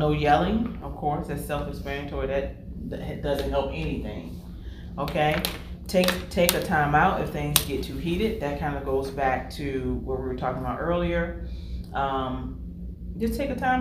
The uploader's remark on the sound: Live from REACHgathering 2021. Track presentation at REACHgathering 2021!